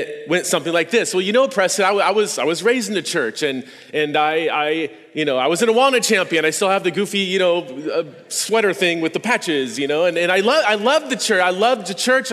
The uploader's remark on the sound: This podcast is a recording of a talk I gave at this year’s Revoice conference in Plano, TX.